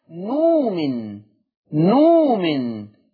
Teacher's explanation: الكلمة الأولى نؤمن أبدل الهمزة بواو مادية